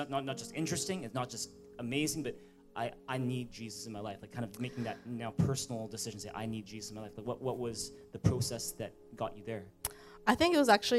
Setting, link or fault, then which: setting, large echoing room